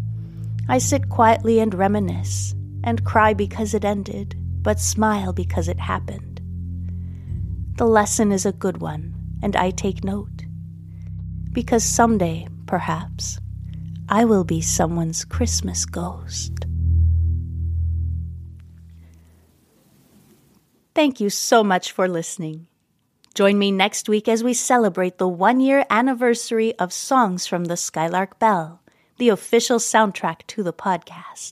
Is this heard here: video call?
no